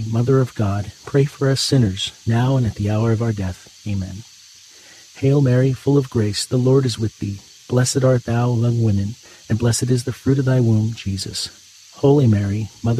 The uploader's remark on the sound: Get closer to nature and enjoy the soothing outdoor sounds of cicadas singing on a warm summer night alongside this Monday rosary.